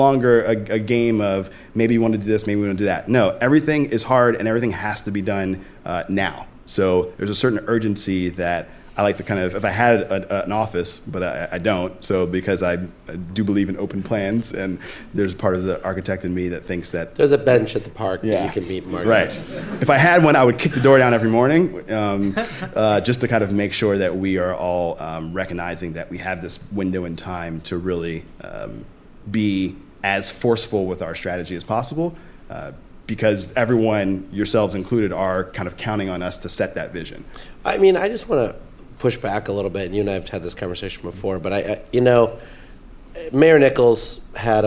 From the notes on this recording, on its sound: Live From New York. Joined us on stage for a lively discussion. With a little audience Q&A mixed in, too.